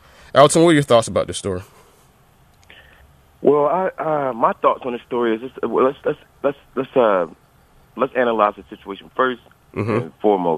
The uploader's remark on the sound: via phone commentary